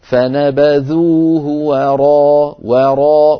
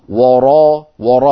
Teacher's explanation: فالواو مرققة والراء مفخمة · Shown in: first take · فنبذوه وراء وراء ولا نقول وراء وراء فنفخم الواو من أجل · Term: تخليص الحروف